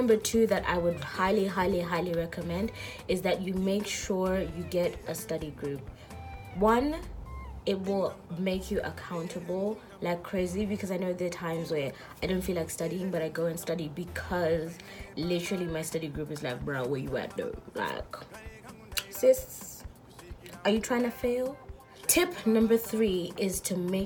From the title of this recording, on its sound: Insta live Audio